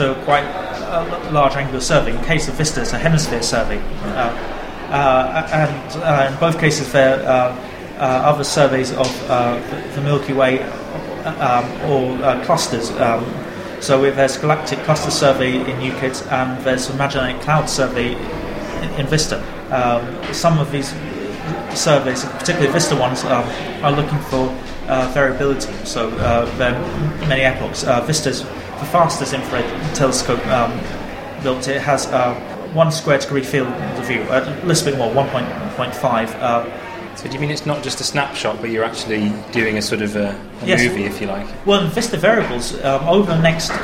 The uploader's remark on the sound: In this month's show we bring you the first of many interviews recorded at the National Astronomy Meeting.